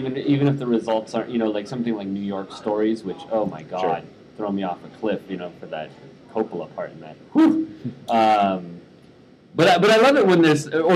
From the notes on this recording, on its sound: Ventured out their local AMC theatre to record an episode on-location at the Seattle premiere of the new Johnnie To film.